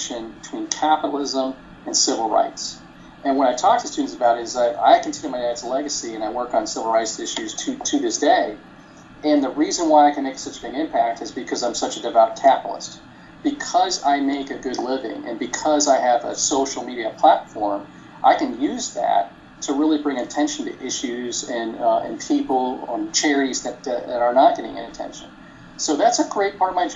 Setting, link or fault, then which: fault, poor sound quality